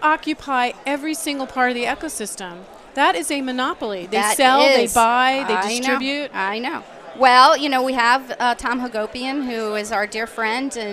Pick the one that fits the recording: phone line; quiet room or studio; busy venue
busy venue